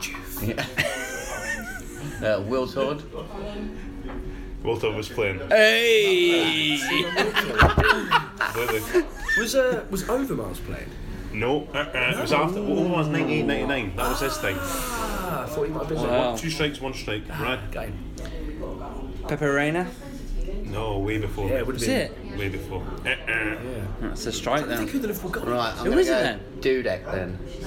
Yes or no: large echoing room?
no